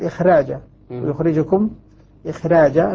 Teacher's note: إذا كانت الخاء مثلا بين الكسرة والراء فعندئذ أيضا ترقق الراء